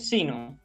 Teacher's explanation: dije sino como si fuera una palabra llana